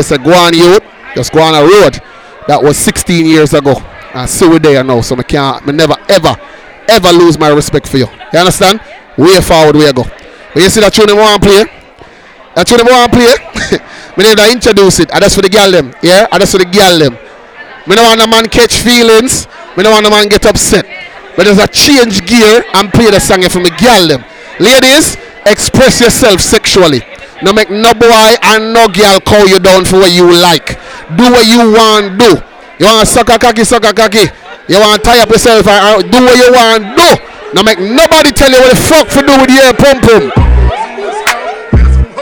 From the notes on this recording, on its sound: live at the legendary freaky fridays